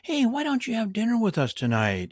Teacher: Notice my intonation doesn't come up. My intonation stays the same.